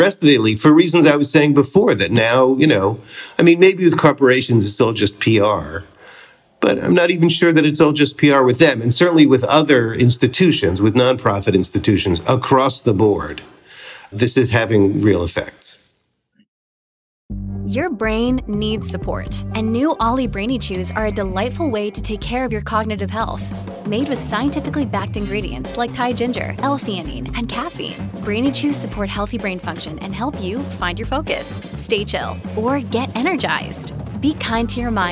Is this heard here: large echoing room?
no